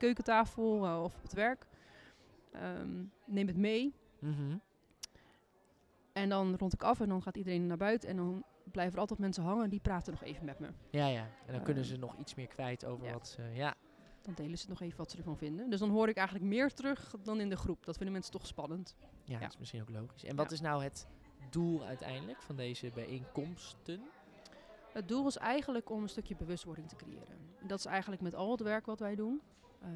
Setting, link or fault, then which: setting, busy venue